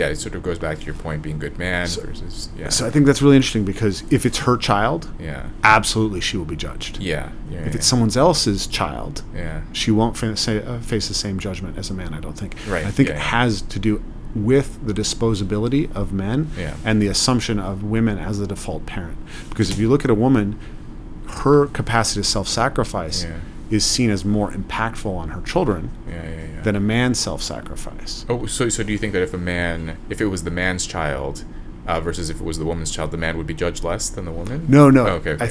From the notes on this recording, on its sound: Today's episode was filmed at the ARC Conference in London